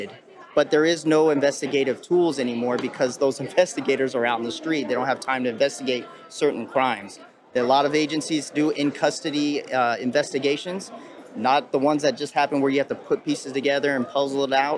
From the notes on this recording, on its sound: At the 2022 NRA convention in Houston